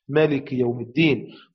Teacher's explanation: وقرأ الباقون بحذف الألف أي بالقصر